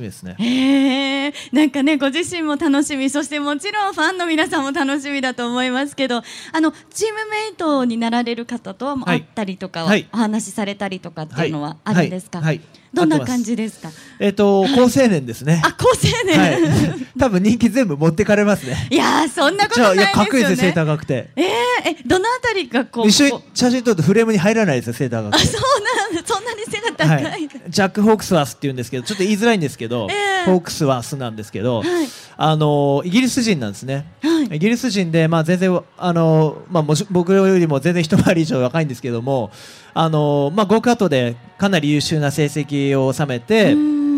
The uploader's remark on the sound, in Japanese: 今週はホンダレーシング・サンクスデーで行われた公開録音の模様をお届けしています。